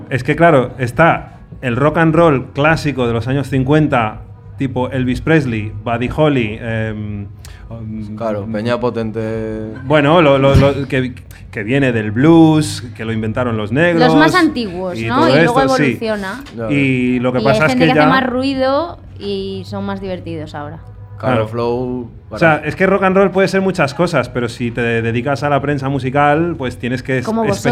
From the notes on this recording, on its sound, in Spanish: Desde el Primavera Weekender y sin videollamada. Pillan un Alsa hasta Benidorm para grabar el episodio en vivo desde Primavera Weekender, el festival medieval de Primavera Sound desde el resort temático Magic Robin Hood. Además, cameos de compis de Radio Primavera Sound involuntarios.